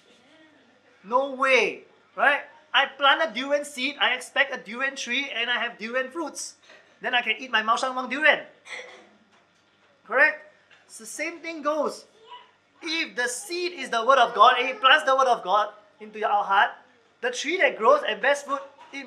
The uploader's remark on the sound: Recorded Live/Sermon